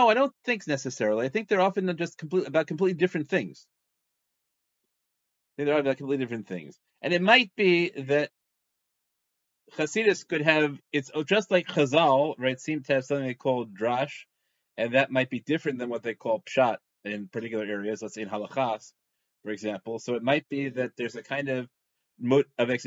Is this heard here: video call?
yes